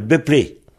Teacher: Donc, pour donner un P, les deux B qui se suivent, ou le P et le B, le P de BEP et le B de blé, ils durcissent et ça devient P, et ça devient BEPLÉ.